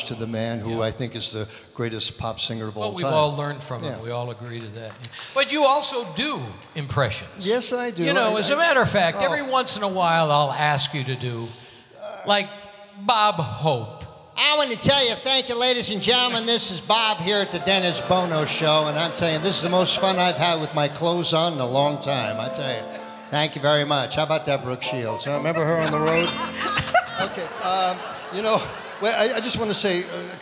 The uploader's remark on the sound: Live at the SouthPoint Casino